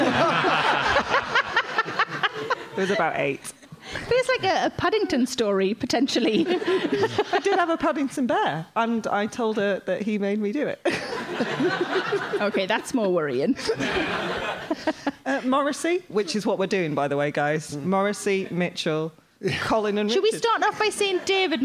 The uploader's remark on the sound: This gigcast is from our one gig of the year. This episode was recorded in front of a live audience at Leicester Square Theatre in November.